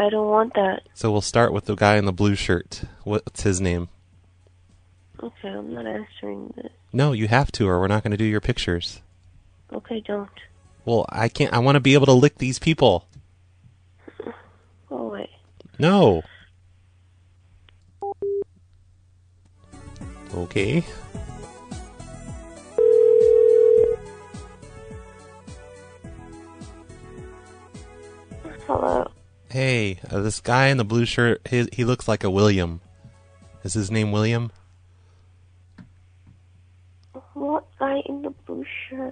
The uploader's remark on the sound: Prank Phone Calls